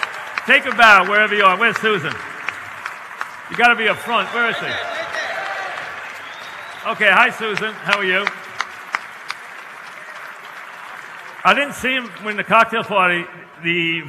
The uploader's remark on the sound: Live at the Tilles Center